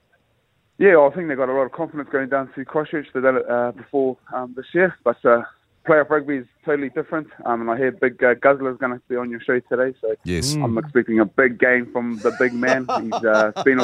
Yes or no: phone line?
yes